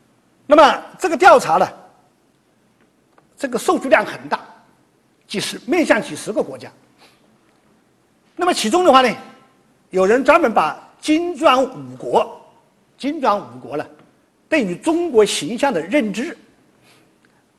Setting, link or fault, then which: setting, large echoing room